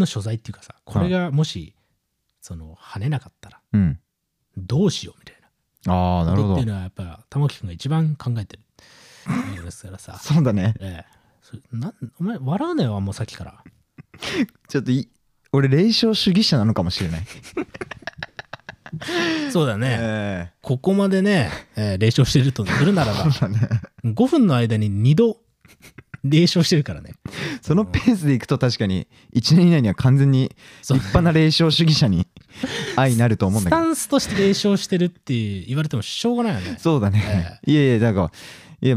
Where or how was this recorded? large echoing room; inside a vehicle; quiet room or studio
quiet room or studio